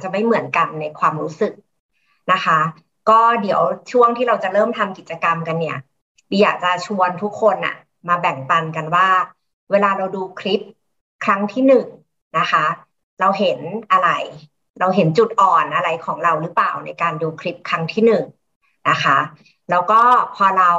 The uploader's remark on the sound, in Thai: เป็น 1 ใน 3 คอร์สออนไลน์ (ผ่านโปรแกรม Zoom)